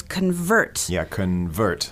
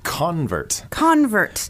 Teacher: So the stress is on the second syllable. · Shown in: first take · Yeah, usually with verbs, the stress is on the second syllable.